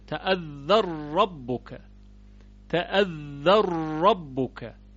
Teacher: ببینید مثلا در کلمه اذ تأذن ربک، اذ تأذن ربک، در اینجا نون متحرکه، تأذن، ما قبلش هم متحرکه، تأذ یعنی ذال متحرکه. بنابراین طبق قاعده نون در حرف را ادغام میشه